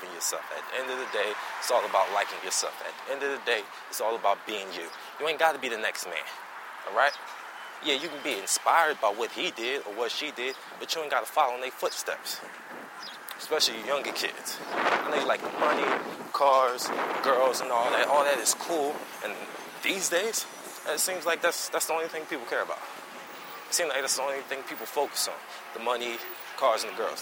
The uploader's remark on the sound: A 'Walk and Talk' type of show. While I go get some food.